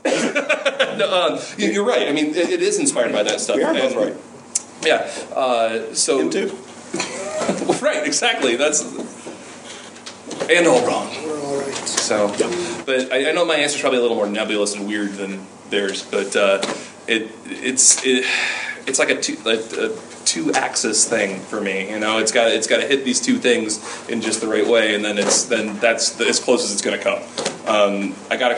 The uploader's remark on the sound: panel at U-Con